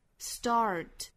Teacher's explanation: 它的第一个这个 t 的发音是不能够送气的